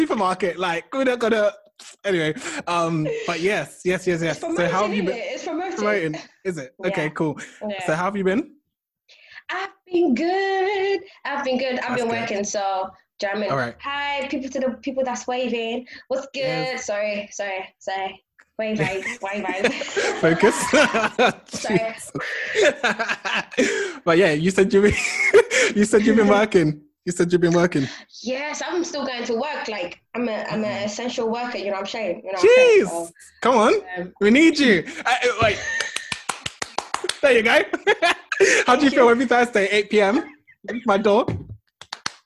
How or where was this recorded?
video call